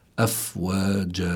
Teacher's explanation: أفواج الفاء هون من حروف فحثه شخص سكت، فإذا لابد فيها من الهمس، والهمس معناه كما ذكرنا جريان النفس مع النطق بالحرف. أفواج هون في عندي مد، ومد مقداره حركتين · Term: مد العوض